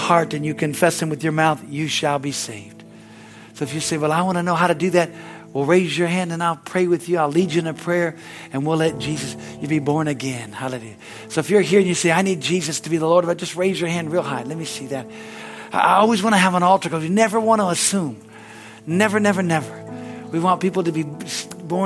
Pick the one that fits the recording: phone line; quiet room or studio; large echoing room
large echoing room